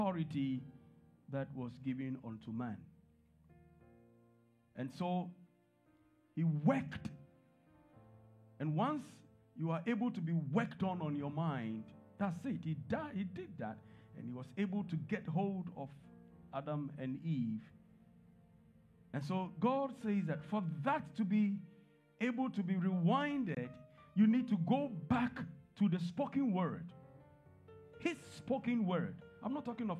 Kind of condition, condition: setting, large echoing room